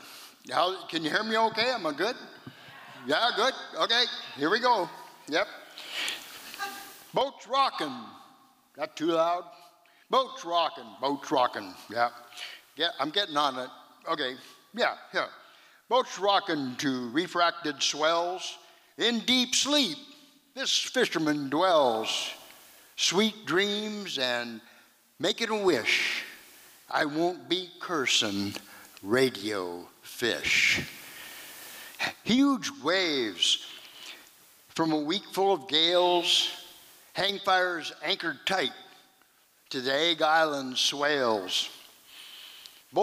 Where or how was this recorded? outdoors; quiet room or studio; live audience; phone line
live audience